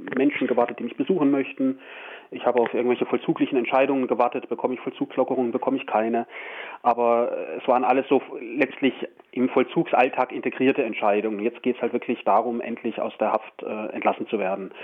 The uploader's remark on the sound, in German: Immer noch nicht mit uns im RDL Studio an unserer August- Ausbruchsendung teilhaben, sondern nur per Telefon.